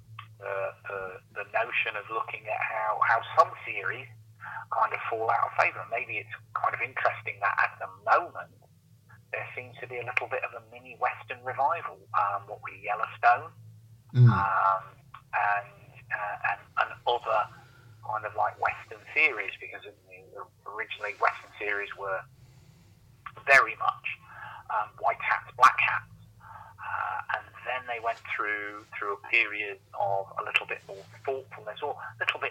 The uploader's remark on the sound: Phone in edition. The phone-in programme.